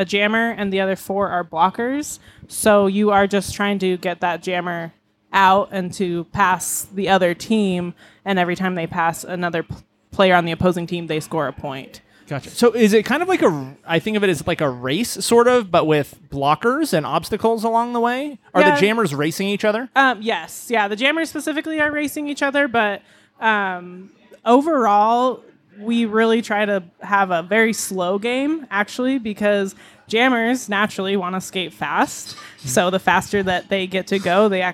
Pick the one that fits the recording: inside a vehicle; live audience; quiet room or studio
live audience